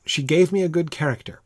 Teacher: The ter, the final syllable, you almost swallow it in the word character. It's not a, you don't accent the vowel sound in that final syllable of the word character, generally.